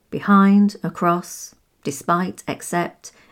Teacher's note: prepositions have the emphasis on the second syllable